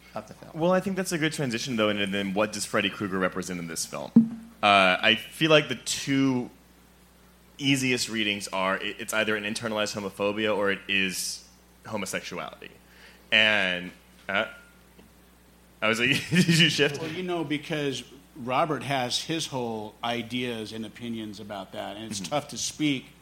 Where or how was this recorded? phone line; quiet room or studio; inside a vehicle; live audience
live audience